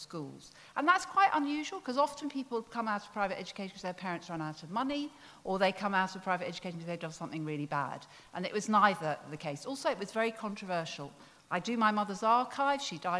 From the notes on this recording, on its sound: Recorded live at Wilton's Music Hall London in April 2019.